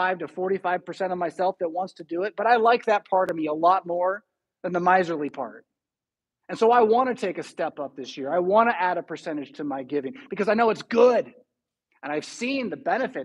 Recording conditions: large echoing room